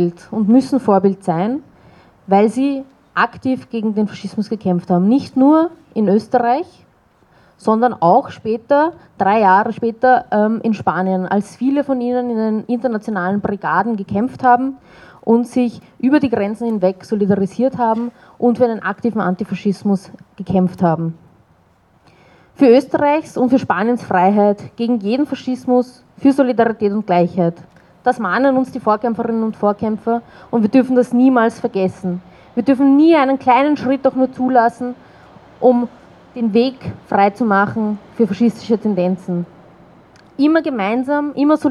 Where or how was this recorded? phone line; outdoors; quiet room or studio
outdoors